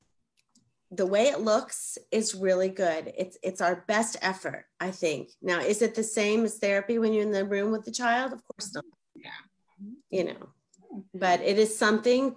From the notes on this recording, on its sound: This has been done via Zoom